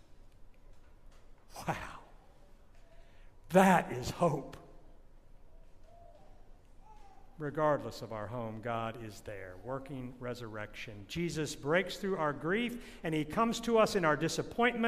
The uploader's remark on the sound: This sermon was recorded at St. John’s Episcopal Church in Tallahassee, Florida in 2022 at the Great Vigil of Easter.